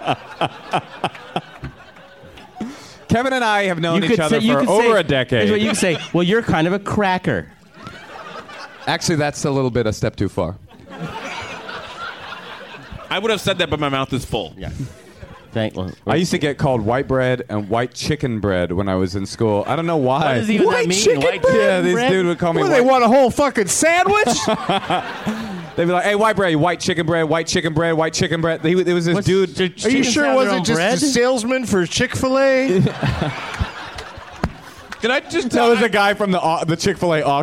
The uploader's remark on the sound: Live from the Punchline in Sacramento, CA